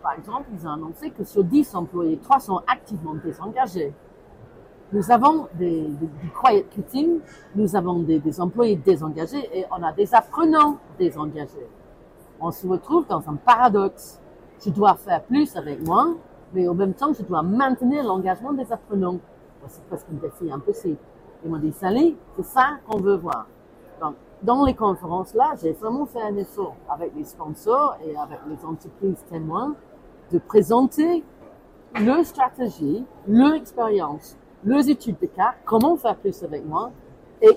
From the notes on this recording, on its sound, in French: Des témoignages de professionnels du Learning, enregistrés en live, tout au long de l'épisode.